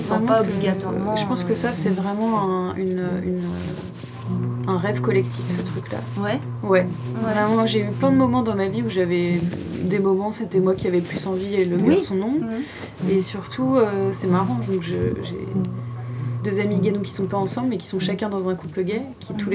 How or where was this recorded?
busy venue